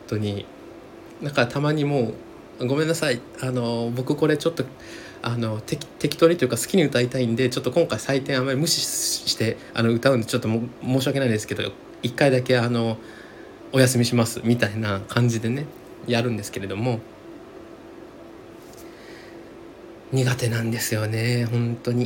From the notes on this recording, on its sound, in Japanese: 足元のヒーターつけっぱなしで録音してますので常にサーっというノイズあり。